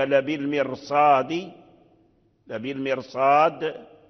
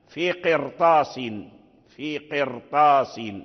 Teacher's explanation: هذه الحروف الثلاثة هي التي وقعت بعد الراء الساكنة والتي قبلها كسر، فهذه الراء مفخمة لجميع القراء أيضا، لأن حرف الاستعلاء مفخم قوي، حروف الاستعلاء مفخمة قوية.